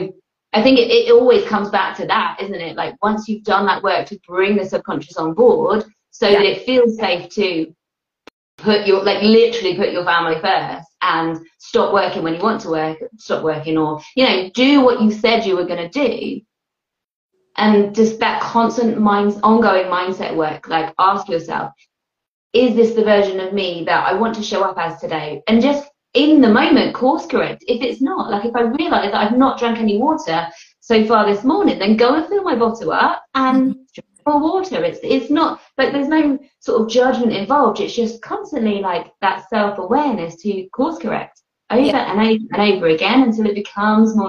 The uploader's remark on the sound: Welcome to the recording of this Instagram live